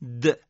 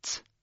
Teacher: اگر این دال ارتعاش صدا و این جوهره صدا ازش حذف بشه تبدیل میشه به ت تا · Term: جهر